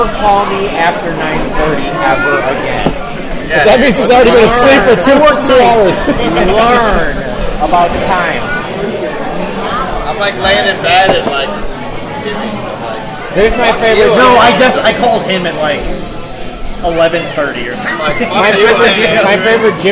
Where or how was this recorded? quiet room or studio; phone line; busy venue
busy venue